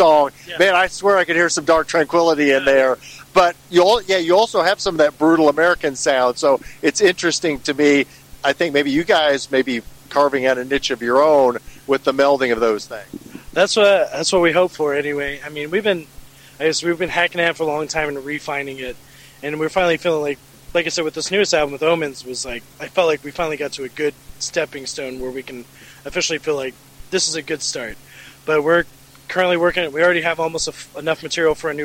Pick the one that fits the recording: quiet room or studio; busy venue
busy venue